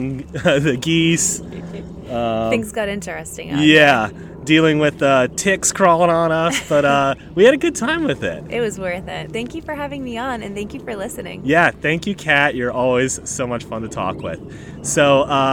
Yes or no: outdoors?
yes